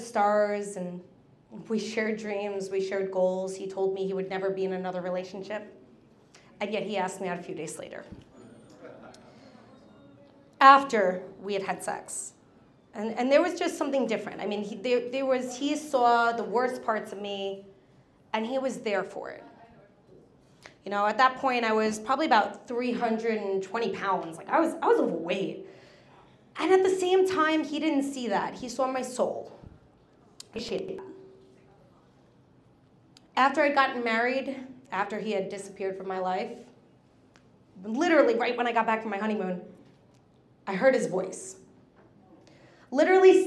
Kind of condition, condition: setting, live audience